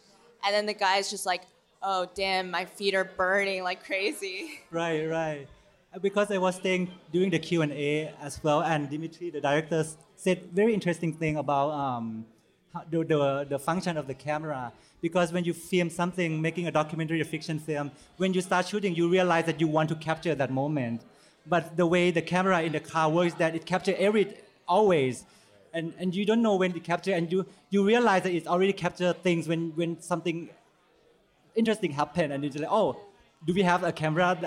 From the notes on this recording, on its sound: Live From True False 2017. The True/False Film Fest in Columbia, Missouri. Film Comment traveled to Columbia for a long weekend of documentary and essay film—and hosted a festival recap at the festival’s traditional closing-night spot, a waffle bar that doubles as a music venue. This special live edition of the Film Comment podcast.